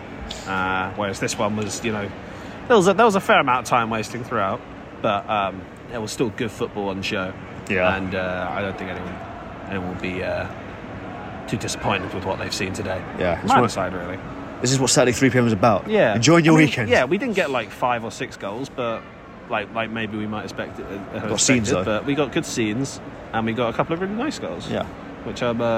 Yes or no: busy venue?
yes